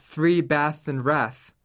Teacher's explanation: the th sound in these group of words, the th sound is a voiceless consonant.